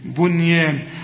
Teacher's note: رقق الياء اللي بعدها الألف ومدهالي حركتين ألف كاملة